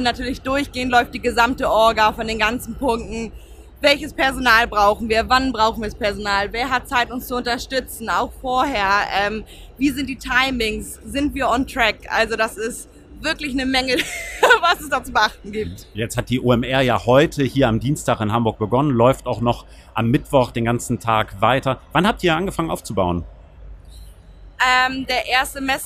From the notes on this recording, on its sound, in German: live von der OMR